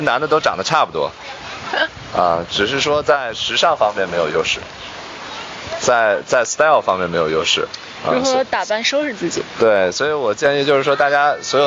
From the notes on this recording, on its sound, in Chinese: 后面每个话题都是纯临场，连大纲都没有。因为边开车边录的，有点吵……已经尽量降噪啦，下次有室内录制！